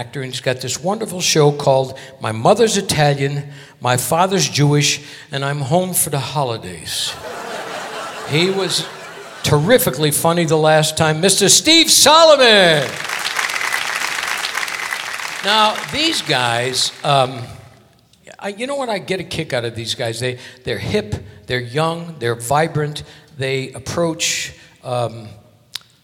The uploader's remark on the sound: Live at the SouthPoint Casino